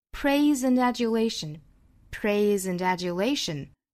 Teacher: Praise 和 and 连读。And 再和 adulation 连读。三个单词连成。